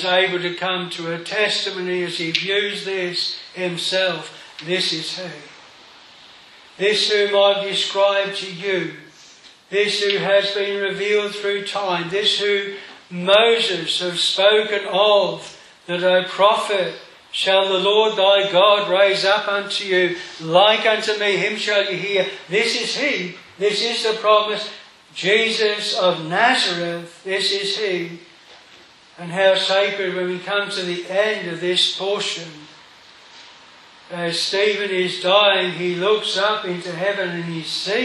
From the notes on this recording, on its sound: This sermon was preached at Hedge End Strict Baptist Chapel. On the 183rd Anniversary.